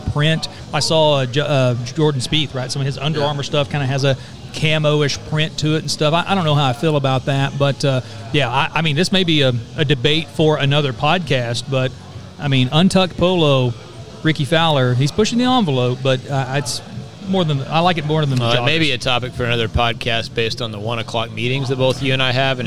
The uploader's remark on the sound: The guys are "live" once again from our "home-away-from-home", Chalk Sports Bar!